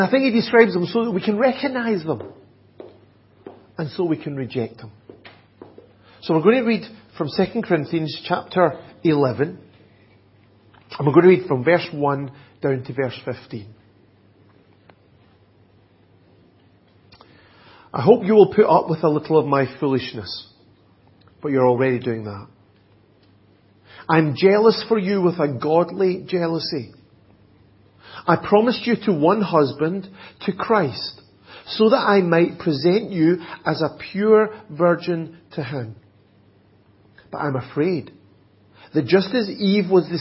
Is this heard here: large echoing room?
yes